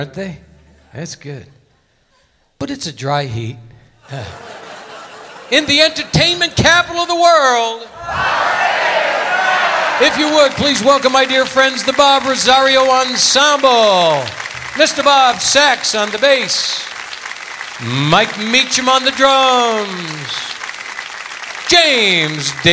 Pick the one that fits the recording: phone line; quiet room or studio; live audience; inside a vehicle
live audience